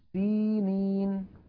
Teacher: فالياء الأولى والياء الثانية هما مدان طبيعيان في حال الوصل